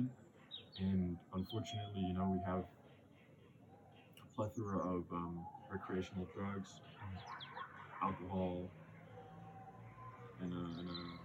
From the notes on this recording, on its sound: There is some background noise. Was a noisy day in the park, and we're still becoming wiser with our audio setup.